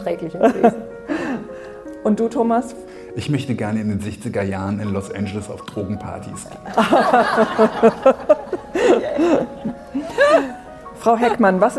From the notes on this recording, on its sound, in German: Der Podcast wurde live mit Publikum in der Berlinischen Galerie aufgezeichnet.